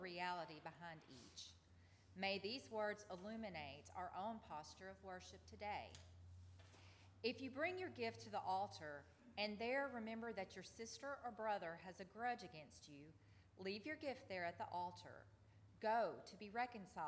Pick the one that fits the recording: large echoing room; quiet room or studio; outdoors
large echoing room